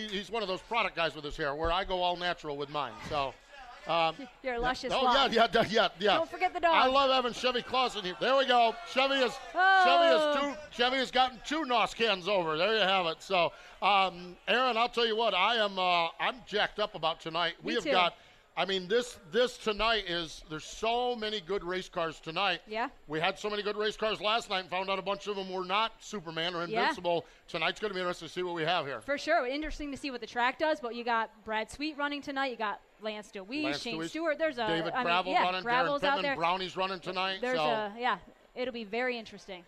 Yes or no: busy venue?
yes